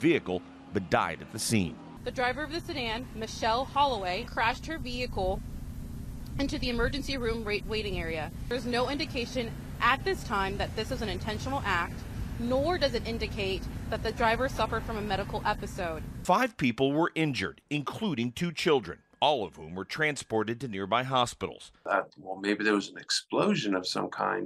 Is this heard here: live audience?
no